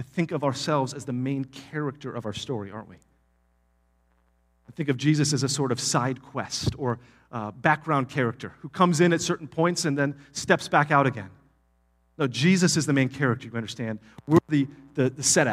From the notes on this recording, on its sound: Palm Vista Community Church Live Stream on August 27th, 2023.